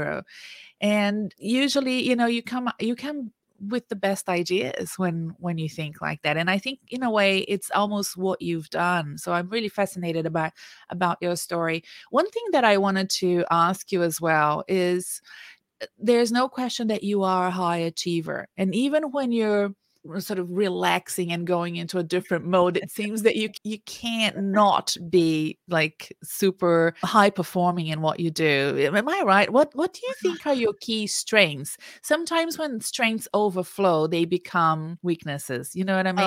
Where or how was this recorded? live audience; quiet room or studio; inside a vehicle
quiet room or studio